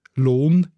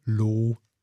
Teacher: Oder dann das N, das wegfällt bei Obwalden · Shown in: second take · Lohn in Nidwalden, Loh in Obwalden.